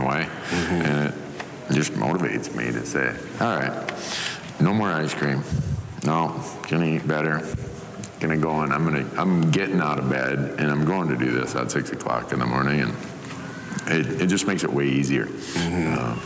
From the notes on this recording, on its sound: Live from Sheep Show. Listen to this live recording.